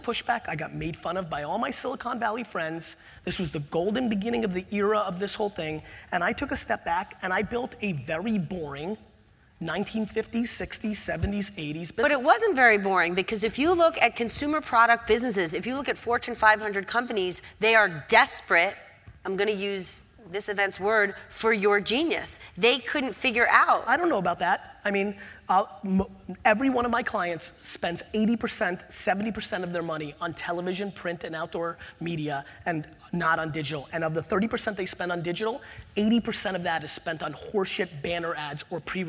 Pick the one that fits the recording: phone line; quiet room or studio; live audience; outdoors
live audience